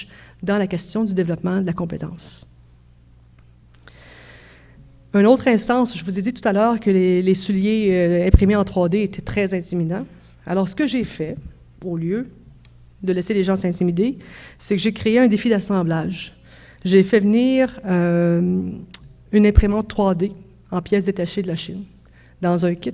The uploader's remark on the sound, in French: Conférence 801 du colloque 2017 de l'AQPC, à Montréal.